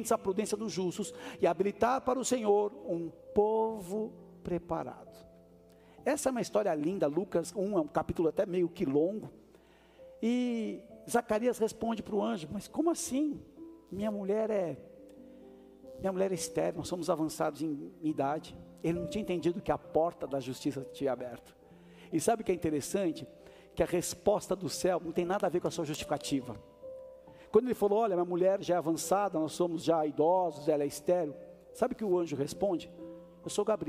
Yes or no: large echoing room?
yes